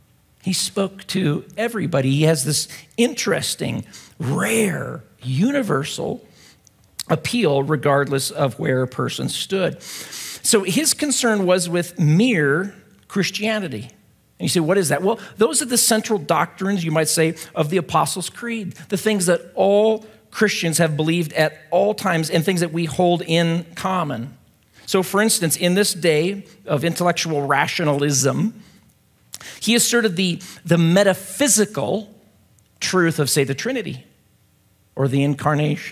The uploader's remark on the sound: at Timberline Church